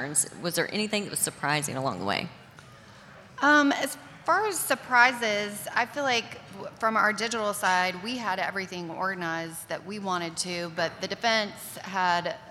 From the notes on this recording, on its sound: This episode was recorded live at Magnet User Summit in Nashville Tennessee.